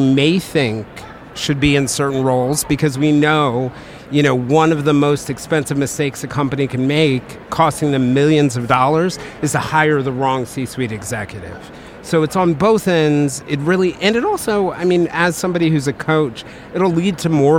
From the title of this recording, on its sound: Live from SIOP